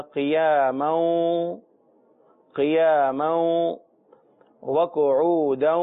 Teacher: قاف کے اوپر پیش ہے اور حروف مستعلیہ بھی ہے، لہذا موٹا ہی پڑھیں گے. عین کا مخرج جو ہے حروف حلقی میں سے ہے، حلق سے ادا ہوتا ہے، اور اس کو پریکٹس کرنے سے ہی ہم اچھے انداز میں ادا کر سکتے ہیں.